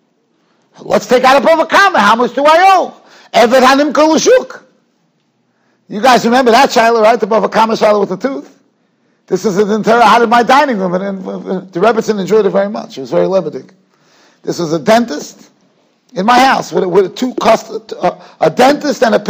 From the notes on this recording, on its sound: Shiur recorded in Yeshivas Ohr Reuven, Monsey, NY.